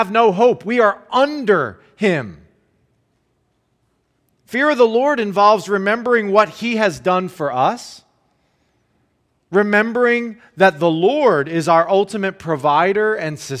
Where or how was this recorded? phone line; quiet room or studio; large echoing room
large echoing room